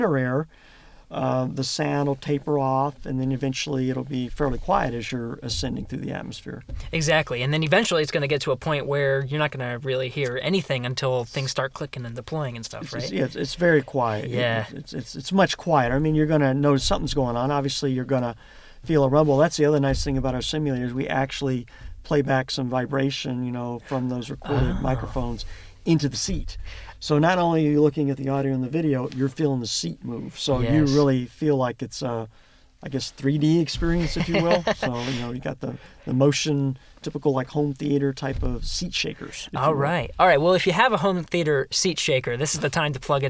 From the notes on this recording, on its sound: the actual audio from inside the Orion capsule during its first flight